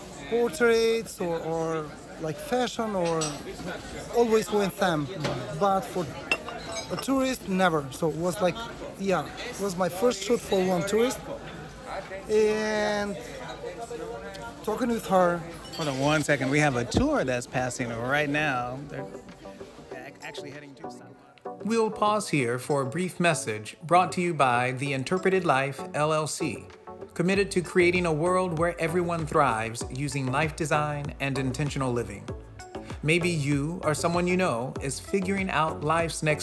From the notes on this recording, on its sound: In the early morning 6:30am sunrise while listening to the morning tolling bells. The square was empty, waiting to be filled with residence and tourists - mostly tourists. Record our conversation while sitting outside of a cafe that is his go-to.